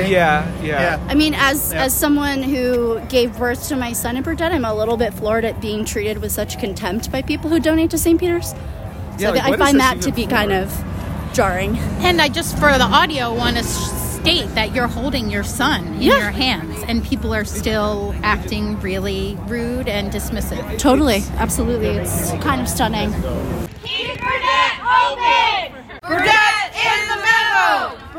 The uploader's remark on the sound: Protests Outside St. Peter's Fundraiser. Recorded at the protest.